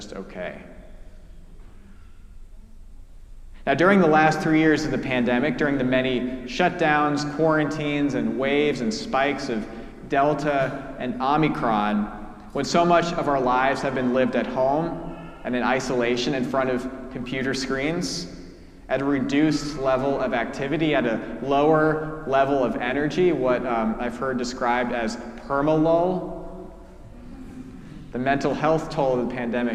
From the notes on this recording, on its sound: Preached at our celebration of the Holy Eucharist on the Second Sunday in Lent.